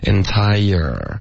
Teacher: 最好是用美式的发音，r 的音是它往后卷，儿化音得发出来